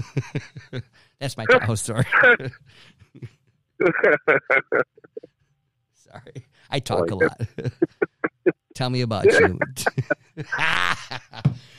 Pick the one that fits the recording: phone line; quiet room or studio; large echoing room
phone line